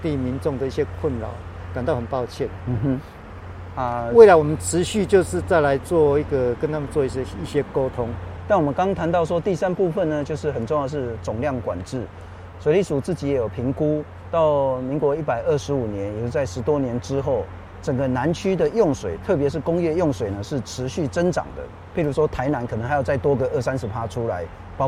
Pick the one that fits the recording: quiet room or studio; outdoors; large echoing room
outdoors